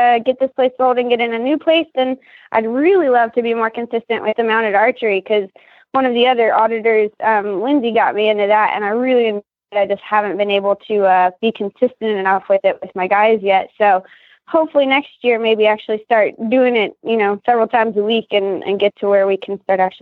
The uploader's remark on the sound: Annual Holiday Call-in Show